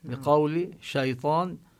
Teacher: بقولي هنا سكنت الواو مثل شيطان سكنت الياء، وسبق الواو والياء فتحة بقولي شيطان، فيقال لها حرف لين